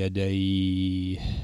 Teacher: عندما وقفنا على كلمة يديه مد الياء فيها مدا طويلا · Term: مد اللين